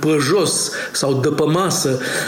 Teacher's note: accentul bucureștean, cu toate acele ă-uri în loc de e